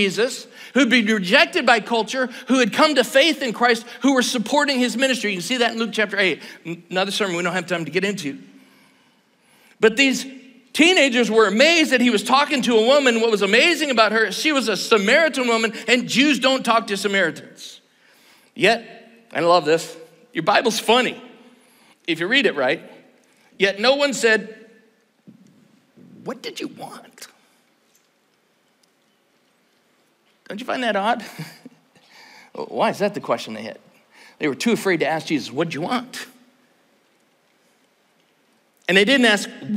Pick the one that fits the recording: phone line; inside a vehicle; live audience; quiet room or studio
live audience